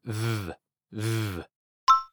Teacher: La V en inglés se pronuncia poniendo los dientes superiores sobre el labio inferior, como si fueras a decir una F, y produciendo vibraciones.